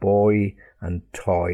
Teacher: there's a long O sound followed by a long E sound · Term: diphthong